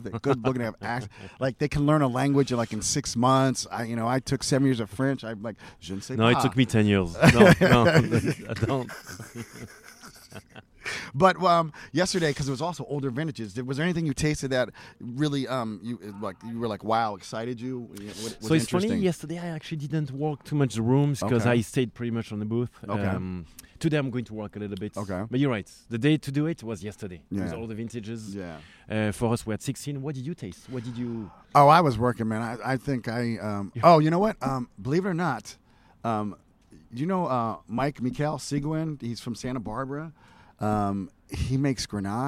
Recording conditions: busy venue